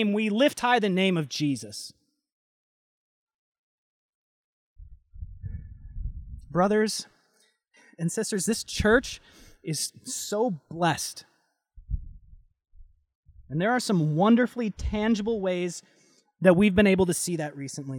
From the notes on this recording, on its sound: Delivered Sunday, August 9, 2020 at Woodridge Community Church (New Berlin, WI).